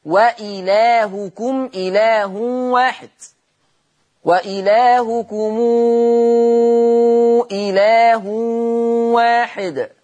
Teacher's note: قرأ ورش بصلة ميم الجمع في لفظ وإلهكم إله واحد، وإلهكم إله واحد، هكذا صلة الميم.